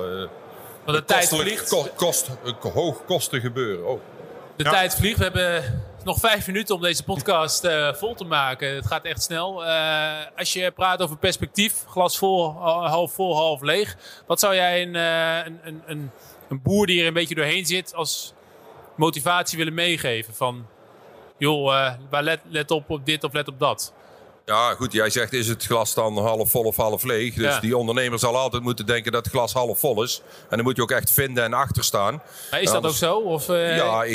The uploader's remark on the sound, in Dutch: Tijdens een live-podcast op de RMV in Gorinchem